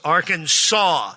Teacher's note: The A in each syllable is the Italian sound and the accent on the first and last syllables